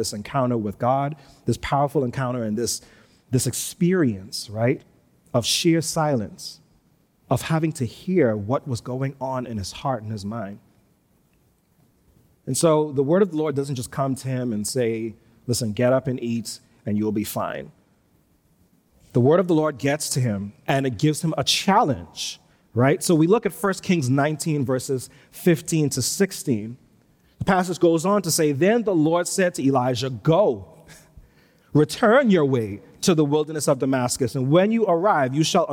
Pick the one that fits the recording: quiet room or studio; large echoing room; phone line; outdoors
large echoing room